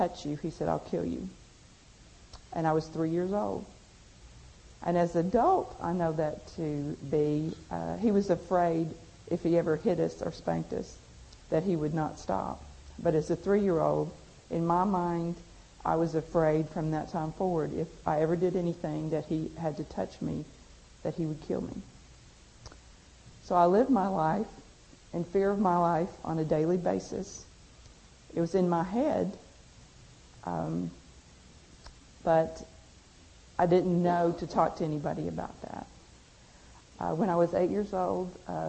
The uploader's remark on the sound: At a GFI conference